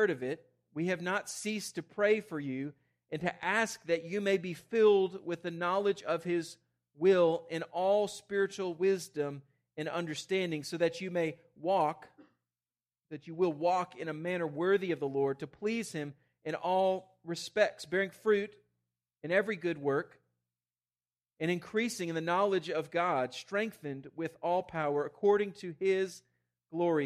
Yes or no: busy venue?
no